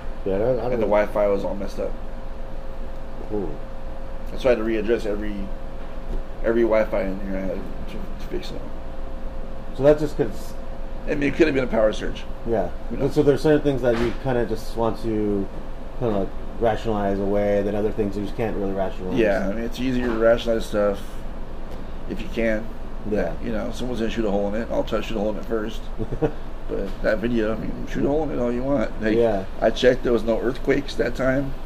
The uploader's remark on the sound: I did his interview while the bar was just opening, and there is quite abit of background noise. Personally, i feel that the bartender knew we were talking about the hauntings at the bar, and she didnt want us talking about it, so she made extra noise to disrupt the recording.